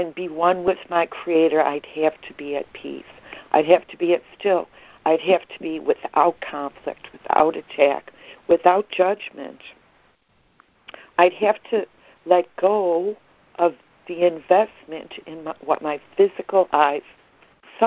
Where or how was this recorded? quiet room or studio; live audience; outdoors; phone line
phone line